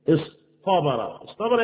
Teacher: ونقلب التاء الى المطبق المقابل بتاعها